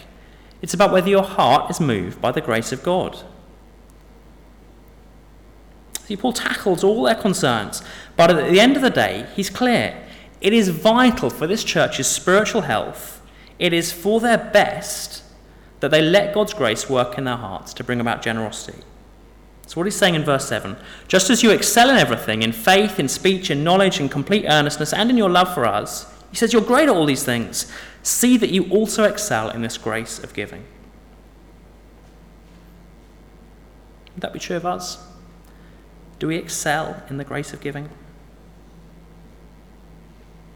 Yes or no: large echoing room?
yes